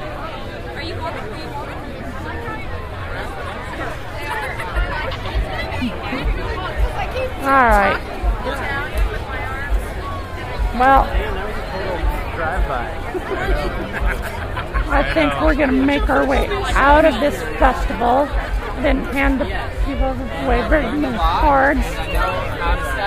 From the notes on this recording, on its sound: 2006 Portland Pride Parade -walking along the parade route as a spectator -marching with Affirmation and a TW listener. Pride Festival at Tom McCall Waterfront Park.